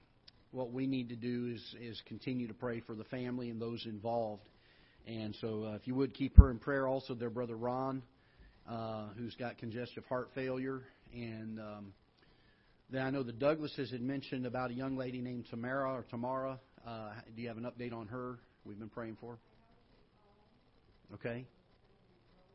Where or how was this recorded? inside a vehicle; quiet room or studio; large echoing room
large echoing room